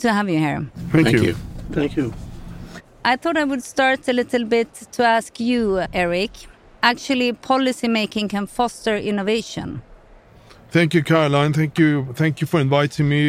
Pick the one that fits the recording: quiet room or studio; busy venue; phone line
busy venue